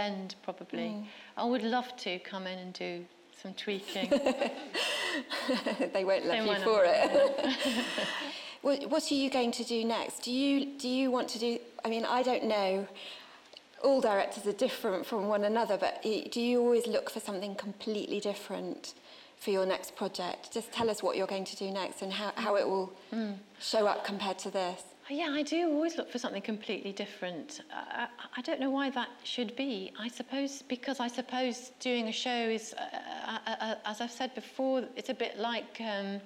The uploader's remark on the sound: This is a live recording from a Platform event.